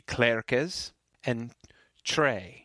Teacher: the E is pronounced like A. Yeah, a good pure A, like the A in rain.